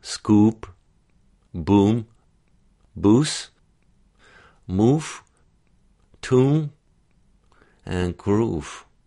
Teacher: The oo sound is typically oo or unrounded oo, and sometimes we get a slightly further forward oo kind of sound.